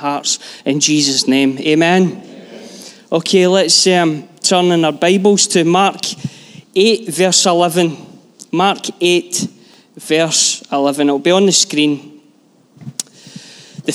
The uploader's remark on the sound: Live from our Sunday gathering.